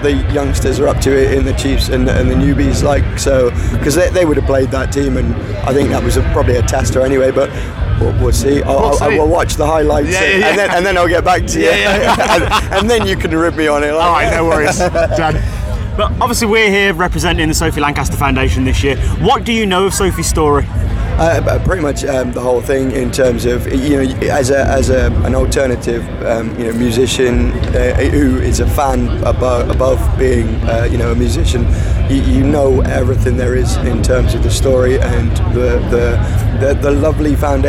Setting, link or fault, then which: setting, busy venue